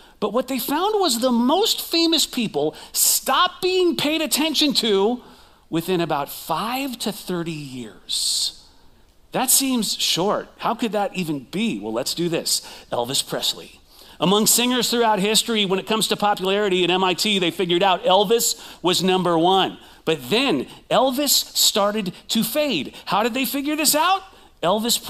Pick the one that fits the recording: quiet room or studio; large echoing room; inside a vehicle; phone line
large echoing room